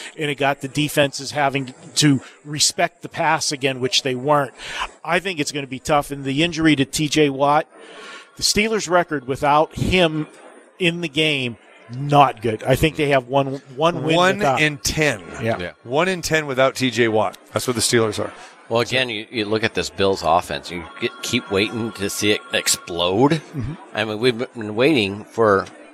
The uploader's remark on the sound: Live From the Super Book at Westgate Las Vegas